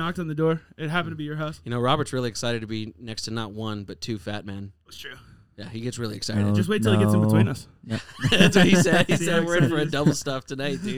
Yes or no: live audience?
no